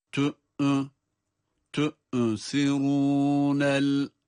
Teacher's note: Hemzeye bir hareke verdik adeta, cezimli olmasına rağmen.